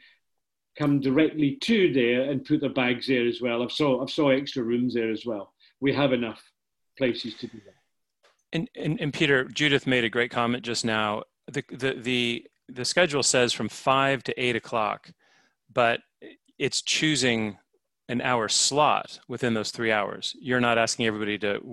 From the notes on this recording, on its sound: We had a Zoom call focused on the Race Squad season.